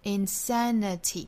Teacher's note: insanity 重读音节在第二个音节上